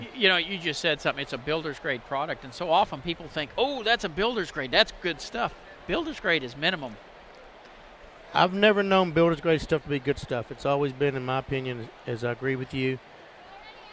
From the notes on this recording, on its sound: live from NRG